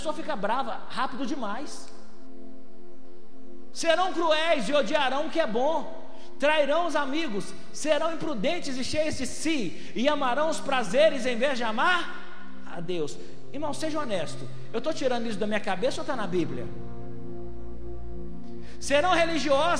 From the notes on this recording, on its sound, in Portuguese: Foi gravada ao vivo no dia 09/02/2020, no culto dominical da Igreja Vale Da Benção - BH.